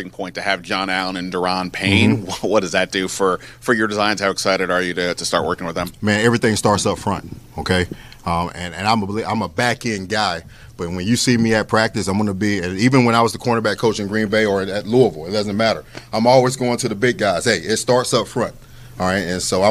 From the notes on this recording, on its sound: We are live at Solace Outpost in the Navy Yard